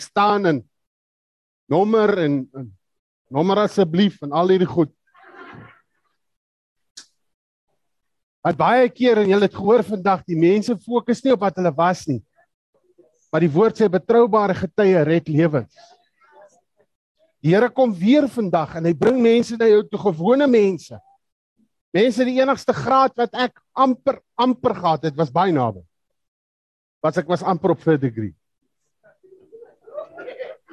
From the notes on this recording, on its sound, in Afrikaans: Zoom Byeenkoms 7 April 2022. Manne van die Woord Zoom Byeenkoms.